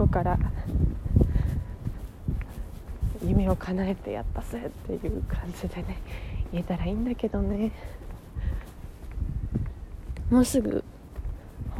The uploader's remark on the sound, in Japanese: 歩きながら電車に乗るまでの12分間ラジオです。